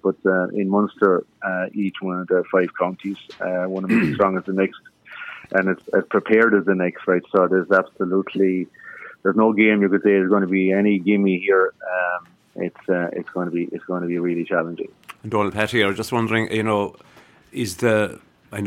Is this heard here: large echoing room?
no